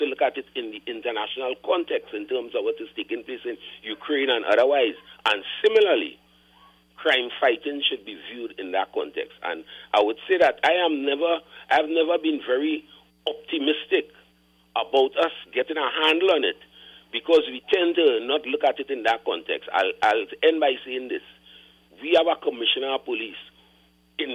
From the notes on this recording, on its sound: During this hour we take calls from our audience.